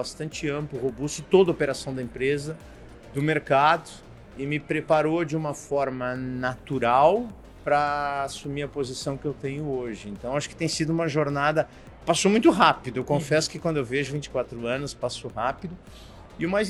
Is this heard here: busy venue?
yes